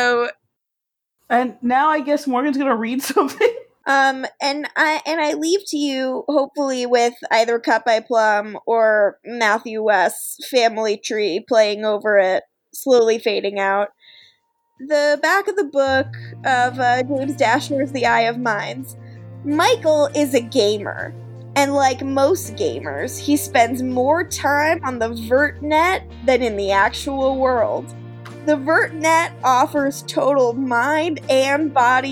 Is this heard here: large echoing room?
no